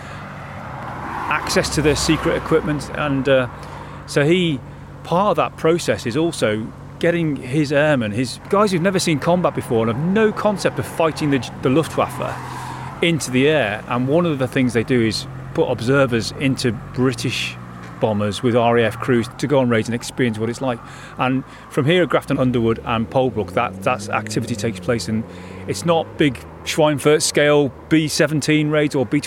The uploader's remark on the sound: We stand in the middle of what was runway Number One at Grafton Underwood airfield. We visit Grafton Underwood church.